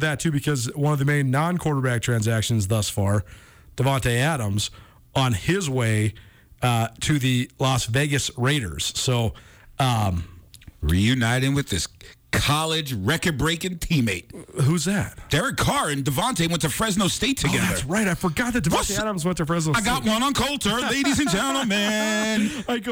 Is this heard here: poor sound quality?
no